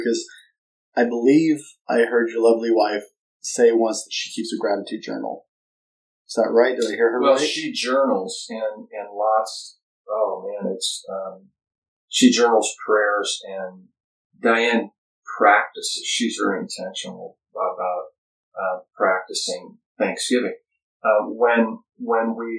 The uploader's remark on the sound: new mic in large room, sorry the audio is a little strained weird